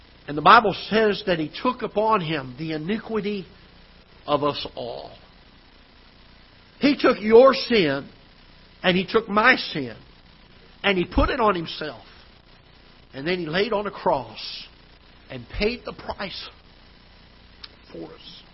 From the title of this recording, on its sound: Ketha Heights Baptist Church ~ Live Broadcast